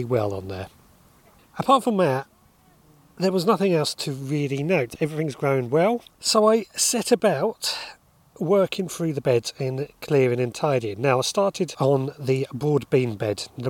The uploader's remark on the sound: Recorded live from the maze garden